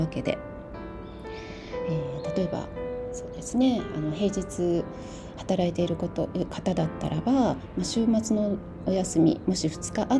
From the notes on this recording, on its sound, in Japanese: 朝のベランダで収録したので、鳥のさえずりや虫の声、遠くに犬の鳴き声などの自然のサウンドだけでなく、耳障りな雑音も入っておりますがどうぞご了承くださいませ。